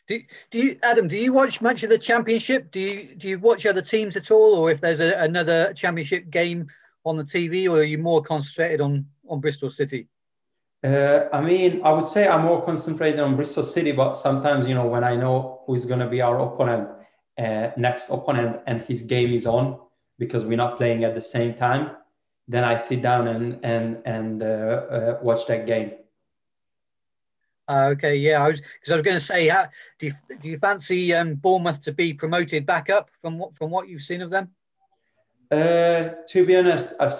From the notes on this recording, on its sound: Virtually faces the media ahead of QPR's trip to Ashton Gate.